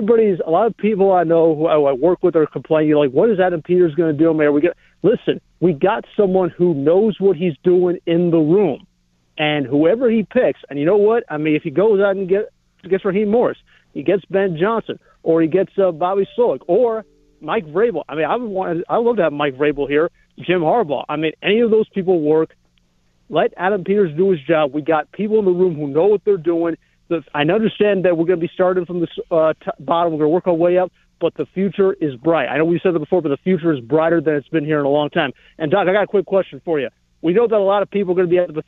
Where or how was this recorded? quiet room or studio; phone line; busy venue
phone line